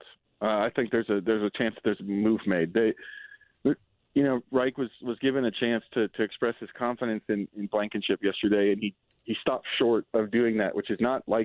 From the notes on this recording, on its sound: As people continue to call